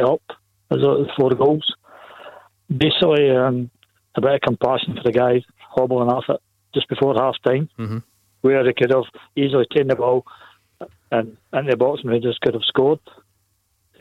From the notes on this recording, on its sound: As we react live to Rangers taking on Antwerp in the Europa League as well as taking calls.